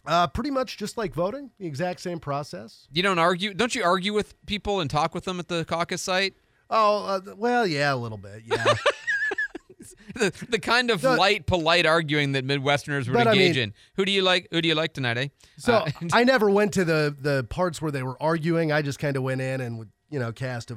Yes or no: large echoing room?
no